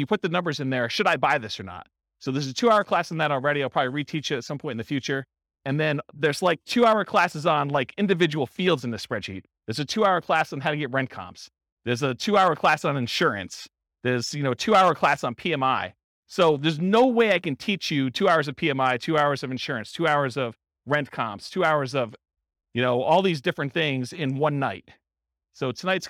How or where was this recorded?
live audience